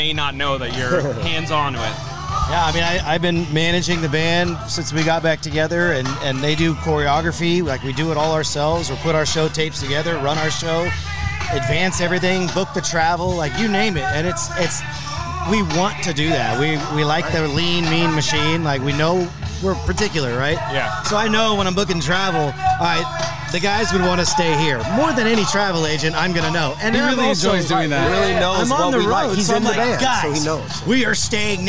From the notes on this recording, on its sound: Stop by the 'Hollywood Raw' tent at Iowa's Sweetstock music festival.